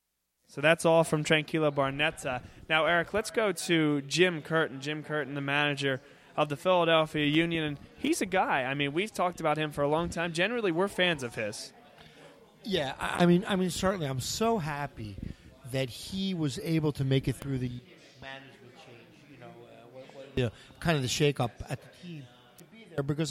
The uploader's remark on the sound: Vuvu Soccer Show Live From Villa Capri.